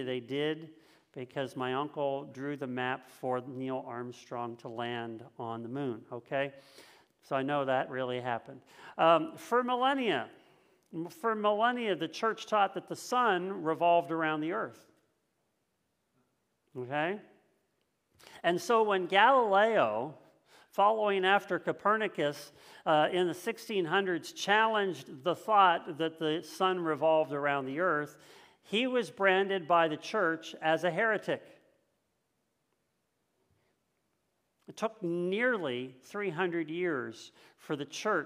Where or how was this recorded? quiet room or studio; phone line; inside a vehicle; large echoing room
large echoing room